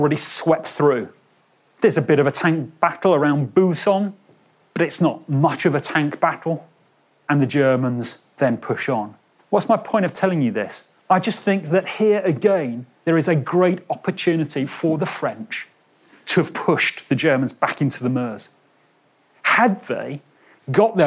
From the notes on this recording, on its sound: a lecture he delivered at our World War Two day in Bristol’s M Shed last month